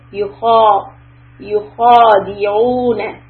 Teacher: So what I did is raise the back of my tongue for the خ with the fatha and kept the mouth open